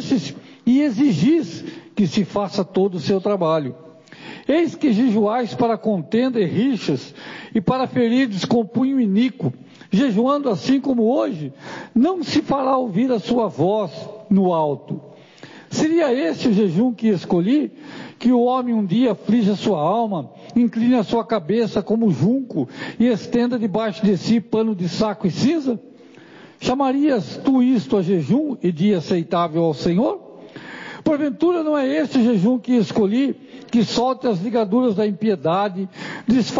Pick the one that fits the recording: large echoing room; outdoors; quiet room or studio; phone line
large echoing room